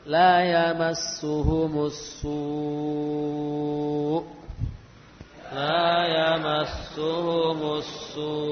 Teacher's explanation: Lalu hamzahnya tampakkan dengan cara kita menaikkan nada as-su ya. · Term: waqaf pada hamzah